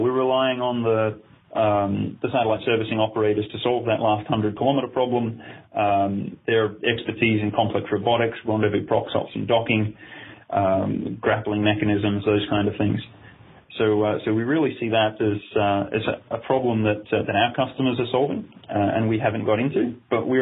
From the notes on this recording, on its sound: weekly teleconference